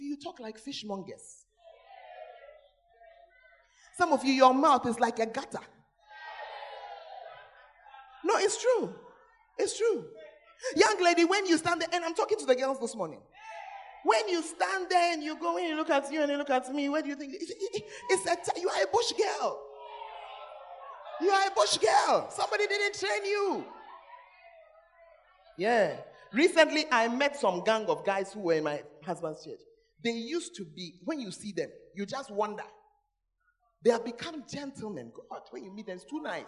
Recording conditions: large echoing room